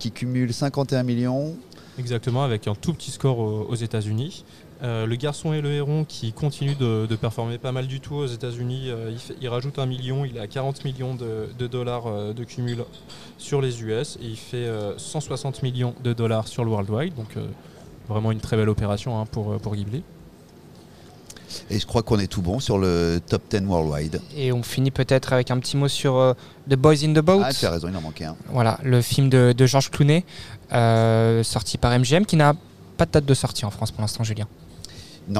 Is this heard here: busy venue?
yes